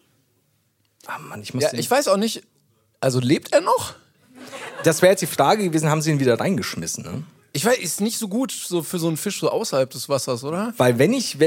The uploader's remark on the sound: LIVE in Hamburg. Auf der Reeperbahn nachts gegen 8.